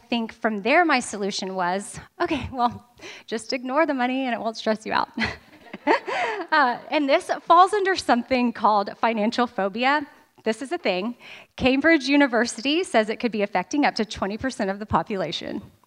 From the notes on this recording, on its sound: LIVE from Nashville. The LIVE shows from Nashville were truly so special & being in person was such an amazing energy.